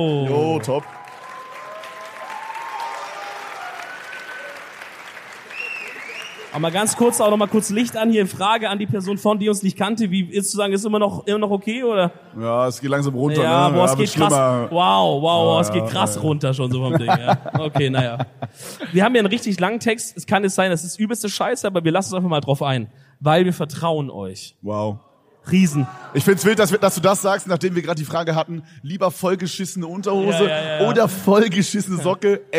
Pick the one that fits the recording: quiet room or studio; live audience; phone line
live audience